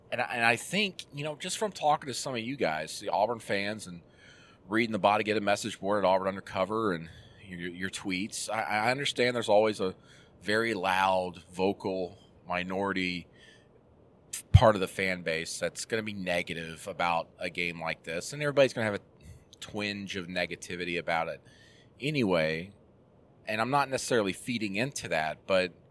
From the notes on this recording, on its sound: Jumps on the horn while driving back to Auburn.